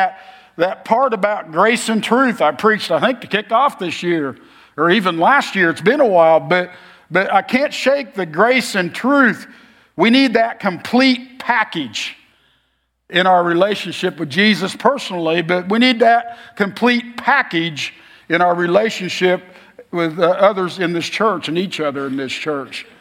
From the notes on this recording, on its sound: Message form 10 AM Worship Service on Febraury 25, 2024, at Oakton Church.